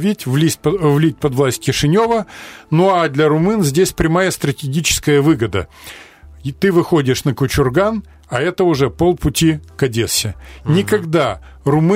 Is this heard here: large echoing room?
no